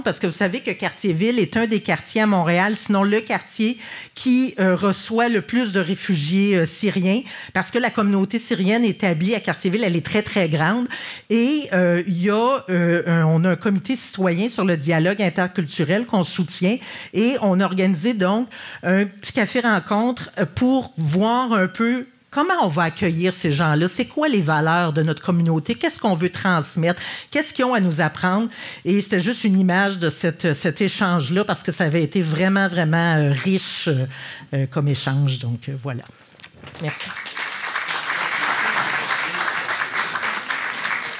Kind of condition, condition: setting, live audience